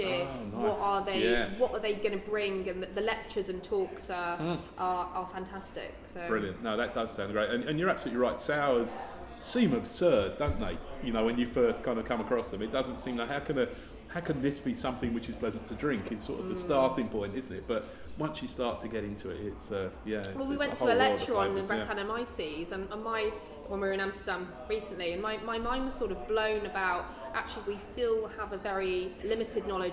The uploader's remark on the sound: the Goat Tap was opened above the shop, which is where we are recording from today